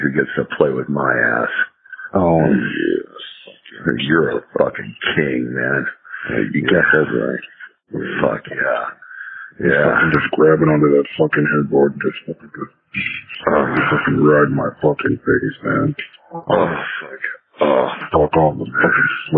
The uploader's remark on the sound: Please forgive the bad audio quality.